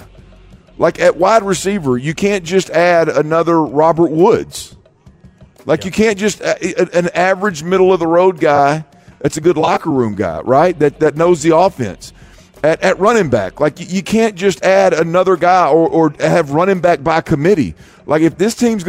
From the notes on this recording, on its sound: THE DRIVE LIVE from the Houston Sports Awards Red Carpet.